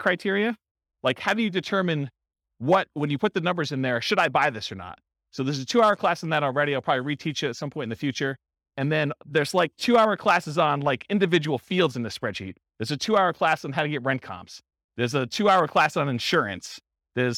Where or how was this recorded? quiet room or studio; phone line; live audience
live audience